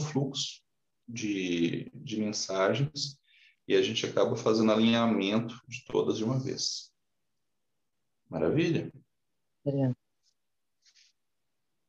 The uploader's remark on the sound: Online via Zoom. O estudo ao vivo é direcionado aos membros da Ponta de Lança.